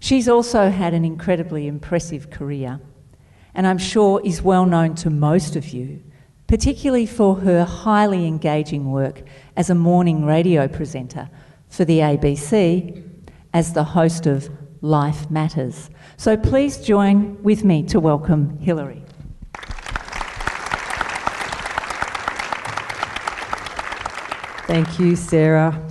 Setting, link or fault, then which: setting, live audience